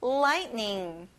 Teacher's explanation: 여러분, T가 보이지만 발음이 안 나요.